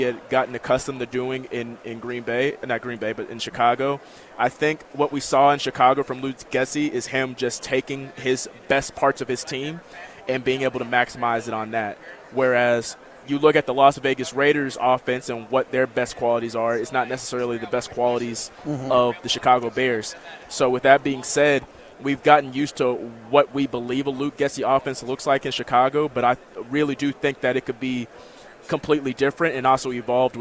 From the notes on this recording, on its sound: LIVE FROM RADIO ROW